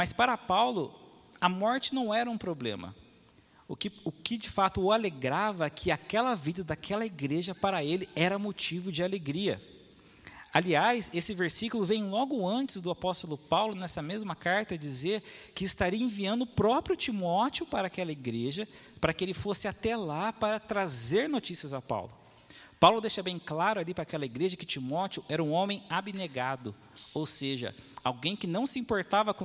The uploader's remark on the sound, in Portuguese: Mensagem gravada na Igreja Batista Jardim Minesota